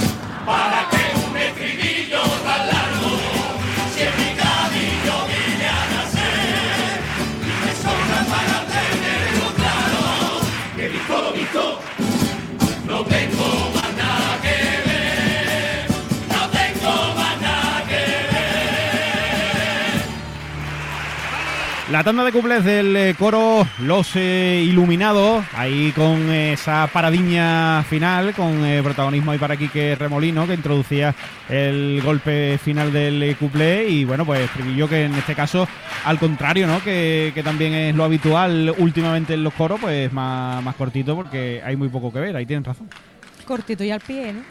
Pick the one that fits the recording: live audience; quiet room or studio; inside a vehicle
live audience